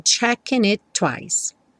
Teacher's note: E do it pro twice, você só fala um T.